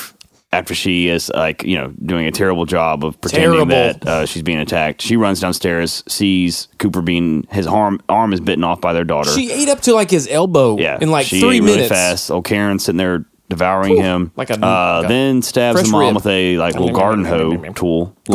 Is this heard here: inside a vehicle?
no